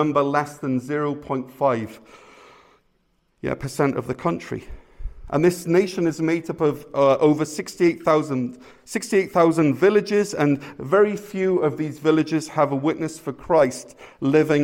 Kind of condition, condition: setting, large echoing room